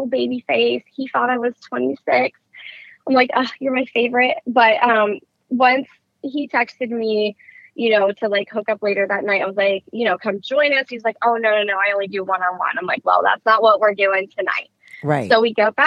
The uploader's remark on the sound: called